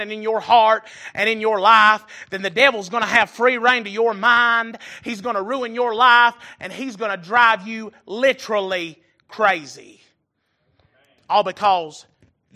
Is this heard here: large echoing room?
yes